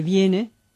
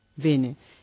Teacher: la reducción del diptongo IE en E · Shown in: second take · Por ejemplo, en vez de viene, vene.